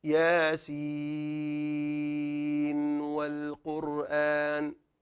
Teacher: إذا وصل لا يدغم، إذا وصلها لا يدغم